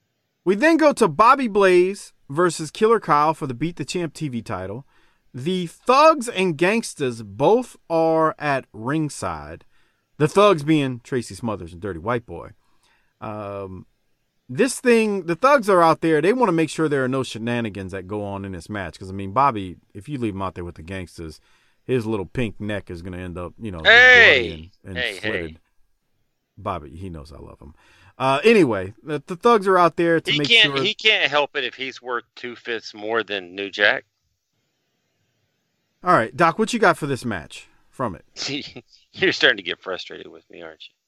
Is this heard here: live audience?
no